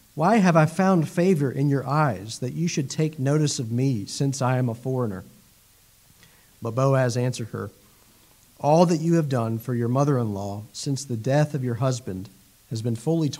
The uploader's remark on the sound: It was preached at Ortega Presbyterian Church in Jacksonville Florida.